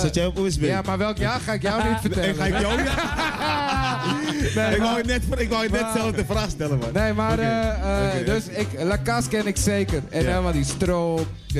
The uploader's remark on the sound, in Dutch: Welkom bij MOB (Mobiele Omroep Bijlmer) Mobile Vulgus Edition vanaf Groove on the Roof. 7 uur live FM radio in het kader van het … Tributeconcert 2017.